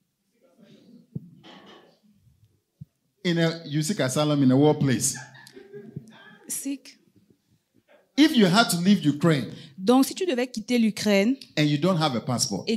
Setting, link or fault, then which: setting, large echoing room